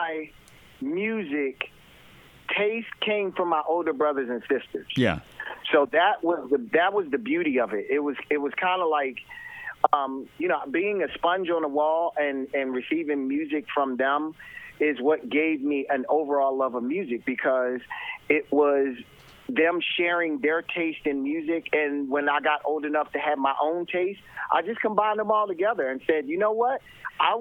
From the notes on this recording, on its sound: Called in for a chat about his career and his new podcast.